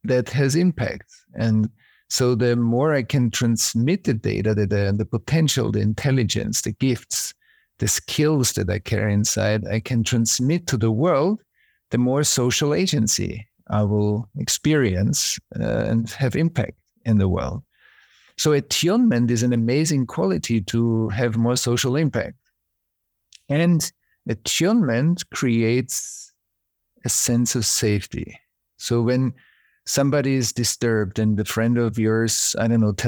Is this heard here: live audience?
no